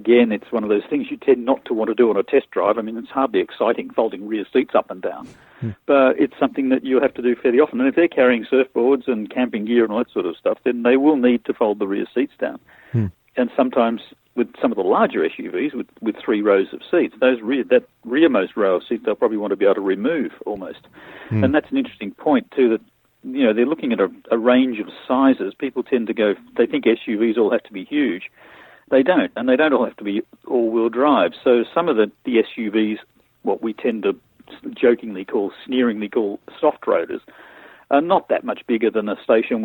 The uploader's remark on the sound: A listener called in and asked about buying an SUV. He joins us on the line.